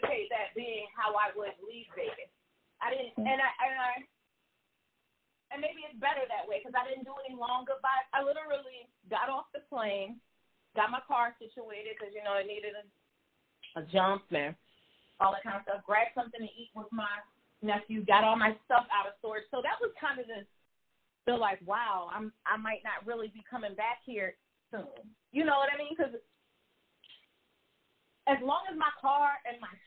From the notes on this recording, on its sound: The recording went out twice on this episode! Still learning and growing with the tech on this one so apologies for audio issues ahead of time.